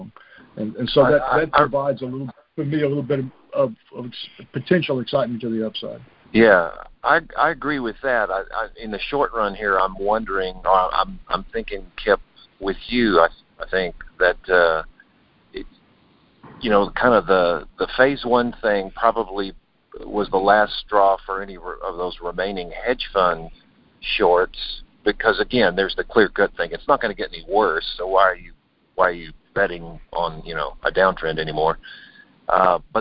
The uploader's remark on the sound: Jan 2020 Monthly Conference Call